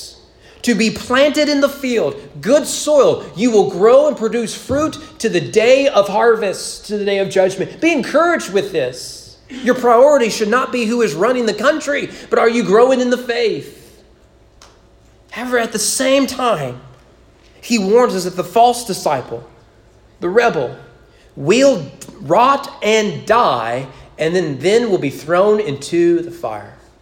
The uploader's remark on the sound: Sermon preached at East Frankfort Baptist Church on January 31, 2020 during morning worship.